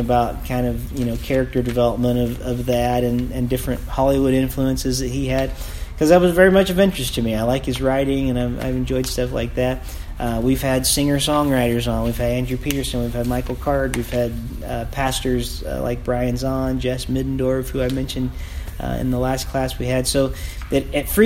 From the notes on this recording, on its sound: recorded at Team Day in Perry Michigan